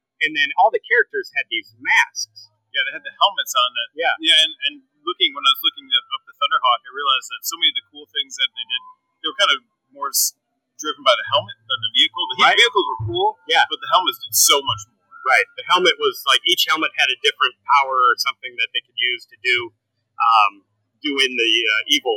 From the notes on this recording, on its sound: Live from QuadCon Dubuque. Live at QuadCon Dubuque, October 2, 2022.